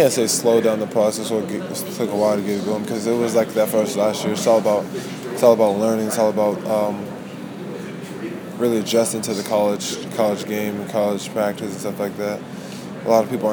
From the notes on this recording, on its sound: at Sprint Center, In Kansas City, Missouri, during Big 12 Media Day